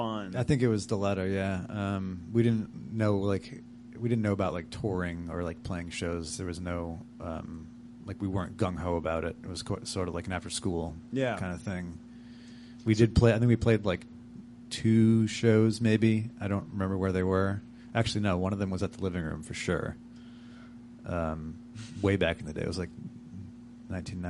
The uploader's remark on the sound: The Parlour for hosting this recording at their fine space on North Main Street in Providence.